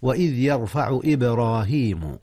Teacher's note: قلقلة الباء وهي ساكنة، إذ هي من أحرف القلقلة